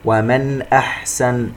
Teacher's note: نون ساكنة وبعدها الهمزة إظهار حلقي